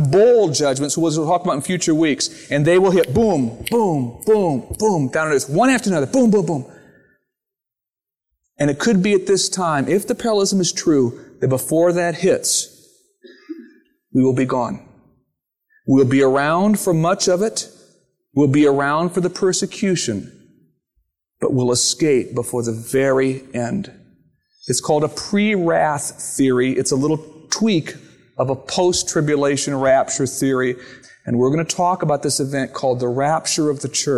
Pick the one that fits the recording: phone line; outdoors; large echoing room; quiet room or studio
large echoing room